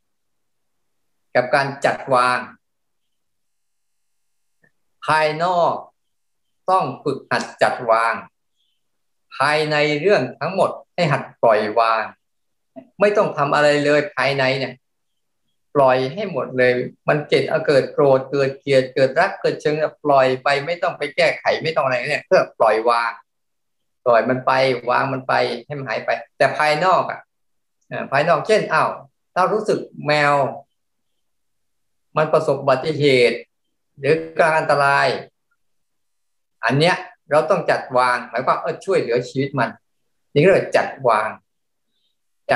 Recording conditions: video call